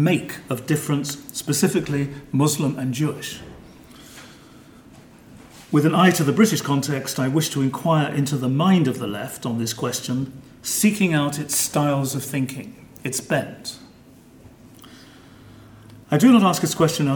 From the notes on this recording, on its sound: This paper was given on 16 May 2013 at the German Historical Institute London as part of the European Leo Baeck Lecture Series London, 2013.